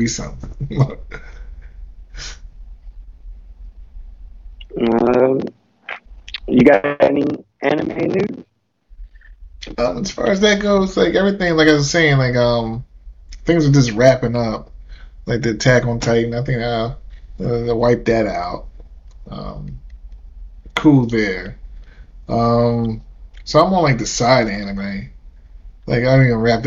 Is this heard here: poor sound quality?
yes